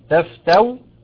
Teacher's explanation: ان احنا نبدلها واو محضه ونقف عليها بالسكون المحض تفتو، او نقف عليها بالاشمام تفتو ونضم الشفتين